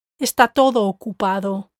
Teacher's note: That's because todo is the word you want your listener to pay attention to the most. Notice how I've emphasized the word todo and run it together with ocupado.